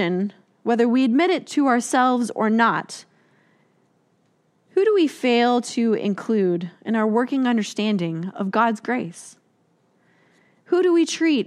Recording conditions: large echoing room